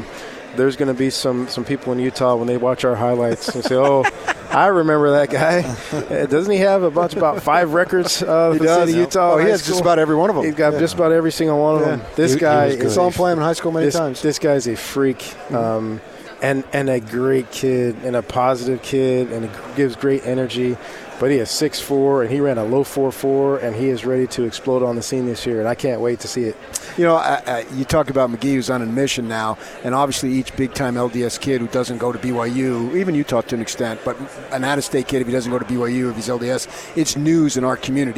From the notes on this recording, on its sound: Live from Pac-12 Media Day.